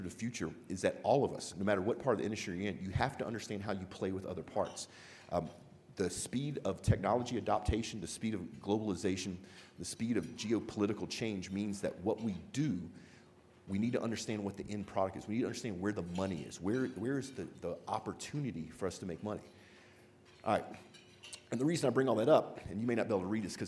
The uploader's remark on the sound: Live! from the Geoconvention Keynote. We are Live from 2017 Geoconvention in Calgary.